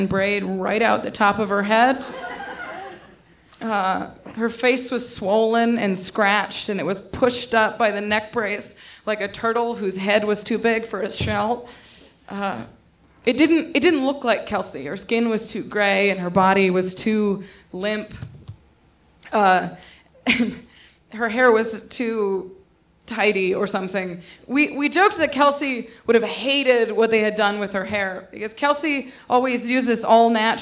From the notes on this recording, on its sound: This story was originally recorded on 20 July 2016 at Buntport Theater in Denver, Colorado. The theme of the evening was “Pop!”.